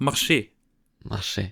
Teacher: Aber das R, das spricht man nicht